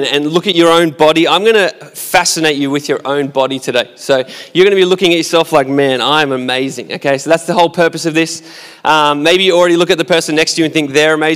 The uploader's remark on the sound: Recorded at our live gathering on the 28th of February 2021.